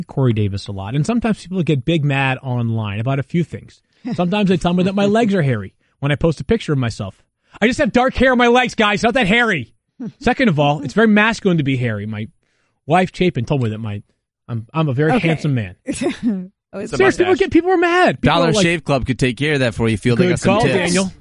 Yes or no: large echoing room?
no